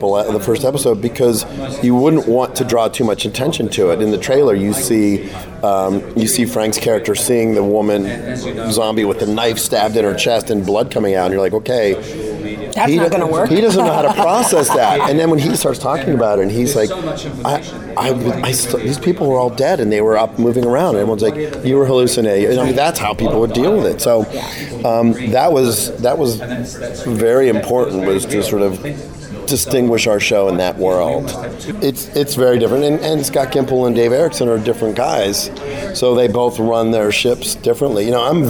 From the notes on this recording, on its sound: Taped at San Diego Comic Con